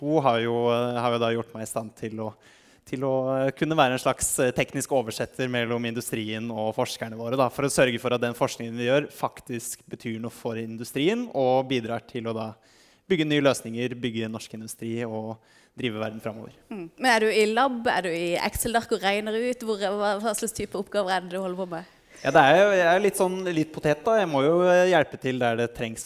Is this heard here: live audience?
yes